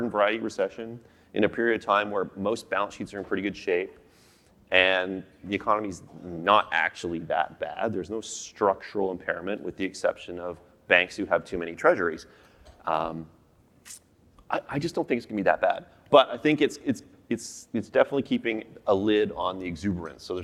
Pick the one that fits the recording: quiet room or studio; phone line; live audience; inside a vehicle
live audience